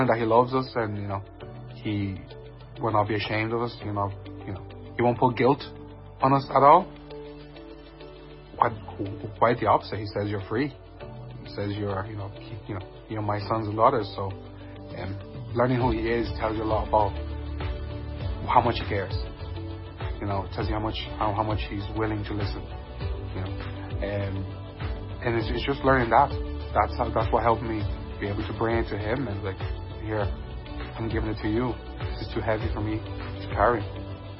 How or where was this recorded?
large echoing room